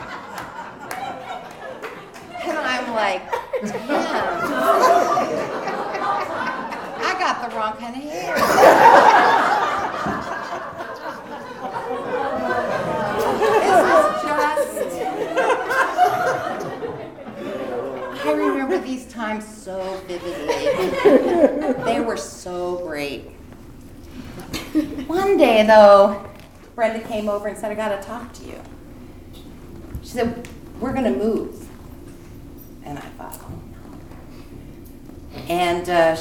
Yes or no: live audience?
yes